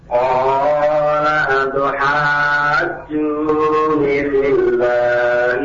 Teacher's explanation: Berarti kan yang panjang bukan tu-nya tapi ha-nya.